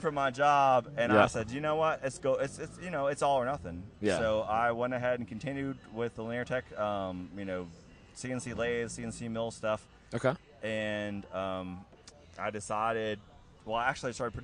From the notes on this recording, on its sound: Leaning against racecars in the paddock at Road Atlanta. The recorder got turned on and the record button was pushed.